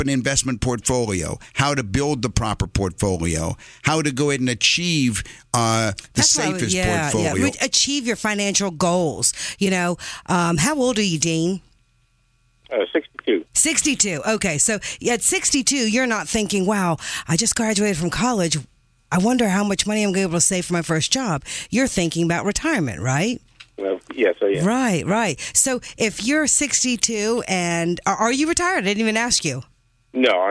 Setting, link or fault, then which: link, phone line